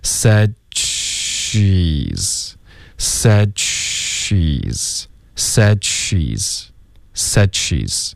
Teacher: 你舌尖顶上颚接着发一个 she 的时候呢，你就会自然而然爆一点这个 ch 的音